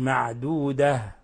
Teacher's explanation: ولما نقف على التاء المربوطة نقف عليها بالهاء معدودة، ولا نقول معدودة معدودة، وإنما نقول معدودة.